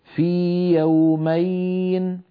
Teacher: ولا نضغط الياء الأولى وندخلها في الثانية، بل نعطيها حقها من المد